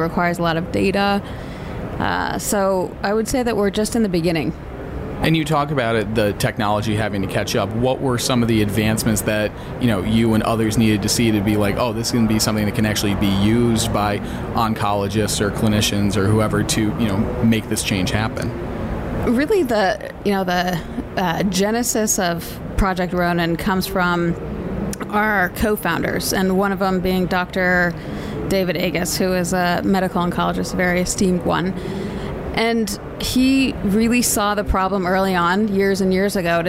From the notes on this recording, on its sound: HLTH 2022 Takeouts. Recorded at HLTH in Las Vegas.